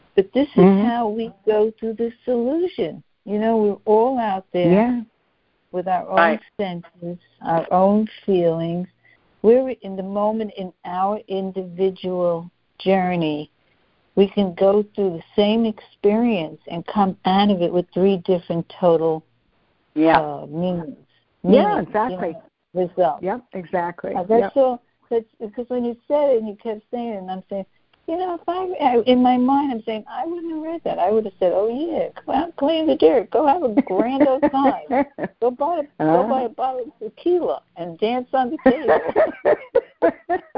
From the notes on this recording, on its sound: Students are joining together on a Free Conference Call to study A Course of Love [ACOL].